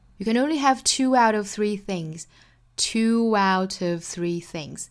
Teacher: 语速比较快的话 two 跟 out 做连读